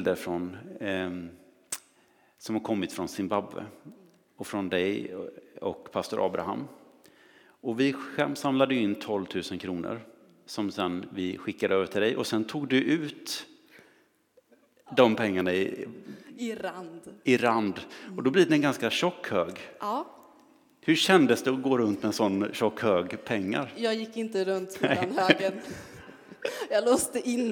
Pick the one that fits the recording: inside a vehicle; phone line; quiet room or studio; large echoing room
large echoing room